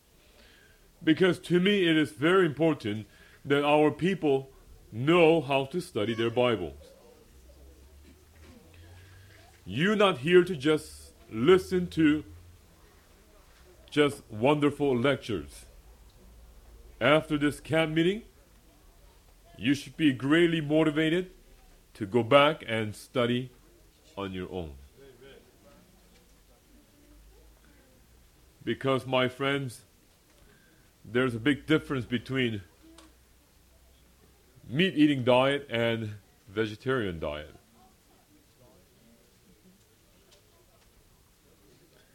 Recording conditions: large echoing room